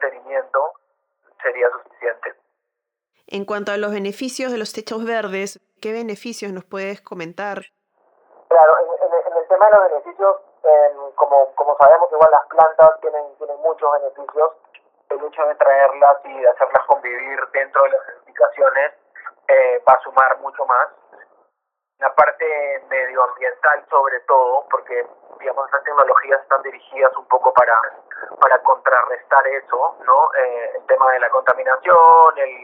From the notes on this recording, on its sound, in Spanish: Esta entrevista fue grabada de manera remota por teléfono.